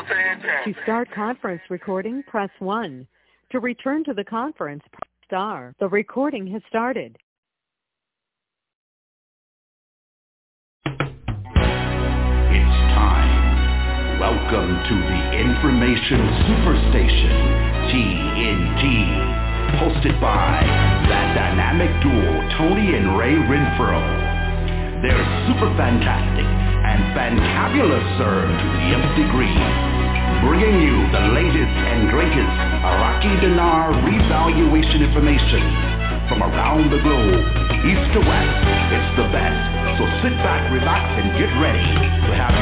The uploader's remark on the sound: Conference Call